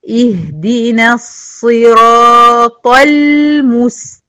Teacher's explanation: هي طل، طه مفخمة واللام مرققة